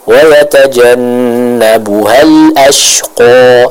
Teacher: Itu suara lembut yang keluar dari pangkal hidung. Dan tata cara membaca ghunnah ini adalah dengan kita menahannya dengan kadar kurang lebih 2 harokat. Jadi jangan terlalu berlebihan dalam membaca ghunnah atau terlalu berkurang-kurangan.